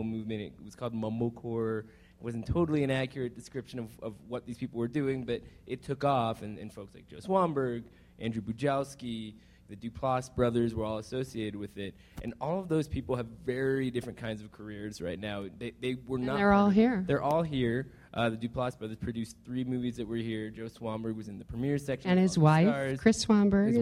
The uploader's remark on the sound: Screen Talk came to Park City for the Sundance Film Festival this week. Live recording of the latest episode, which took place in front of a sold-out crowd at the Airbnb Haus on Main Street.